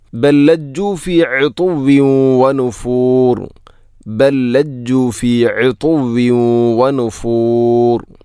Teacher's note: ഒന്നാമത്തെ ലാമിന് രണ്ടാമത്തെ ലാമിലേക്ക് ഇദ്ഗാം ചെയ്യുന്നു, കൂട്ടി ലയിപ്പിച്ച് ഒതുന്നു